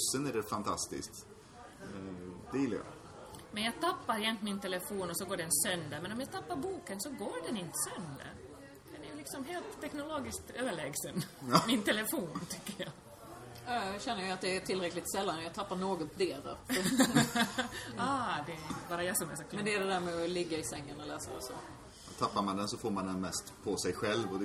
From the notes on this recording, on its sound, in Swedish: Det var bokmässa i Göteborg i september 2014. Lämnade mässgolvets sorl för att träffas och spela in Fantastisk Podd LIVE på SF-bokhandeln i Göteborg.